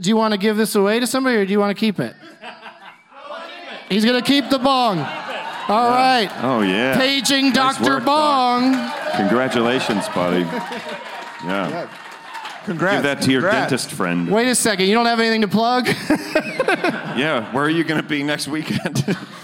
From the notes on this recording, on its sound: Live from the Improv in Tempe